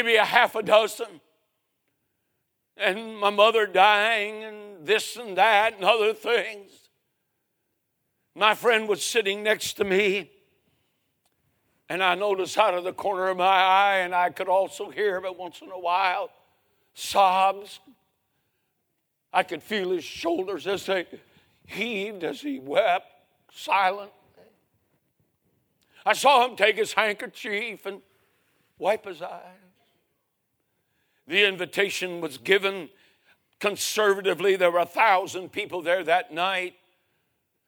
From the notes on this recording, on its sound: 2023 Spring Revival. A sermon preached Monday Evening.